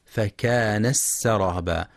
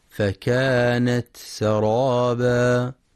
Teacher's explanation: ينتبه القارئ برواية حفص لإظهار التاء وهمسها وعدم إدغامها مع السين · Shown in: second take